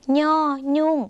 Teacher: ย่อยุ่งเสียงขึ้นจมูกค่ะออกเสียงเหมือนในภาคอีสานและในภาคเหนือของไทย